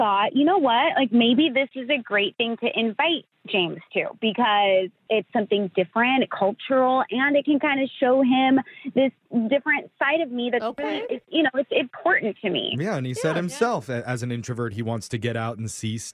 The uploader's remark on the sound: The woman on the phone today